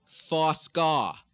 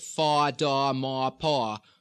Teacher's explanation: In most Boston accents, the O-R sound is going to change to an A-R. So instead of four score, you're usually going to hear four scar.